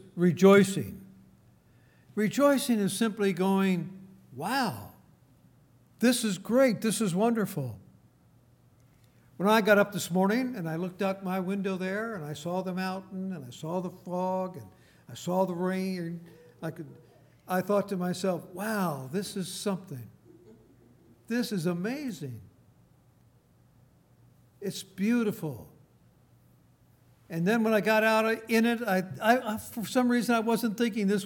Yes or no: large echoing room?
yes